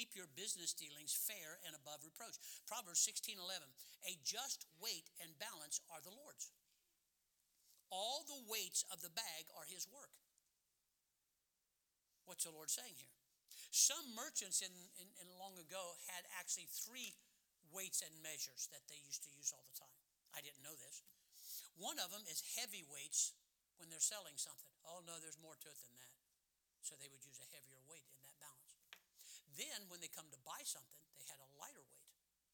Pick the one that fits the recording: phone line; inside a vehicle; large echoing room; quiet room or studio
large echoing room